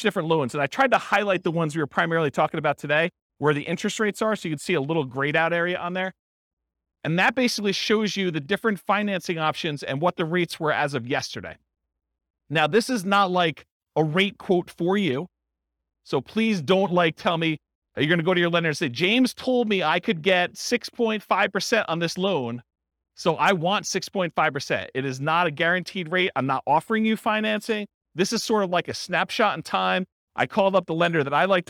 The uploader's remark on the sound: This was a live class recorded